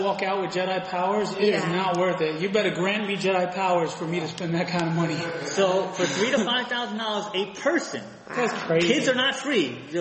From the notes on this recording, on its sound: At our 69th Live show (courtesy of the East Meadow Public Library)